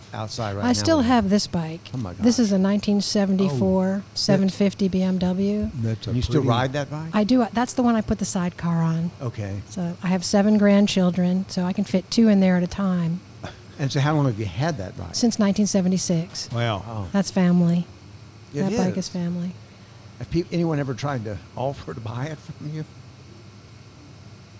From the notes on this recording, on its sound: This episode was recorded at Sanctuary Brewing Company in Hendersonville, North Carolina.